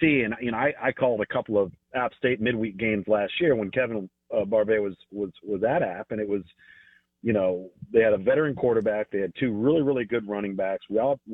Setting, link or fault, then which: link, phone line